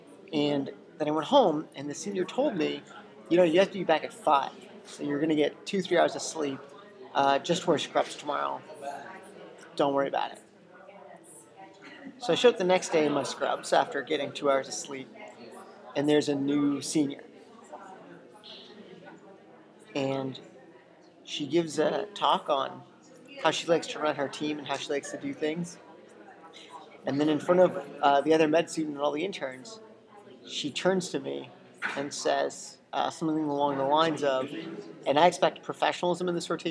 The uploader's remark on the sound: In this live episode, which was recorded at Cal ACEP's ADVANCED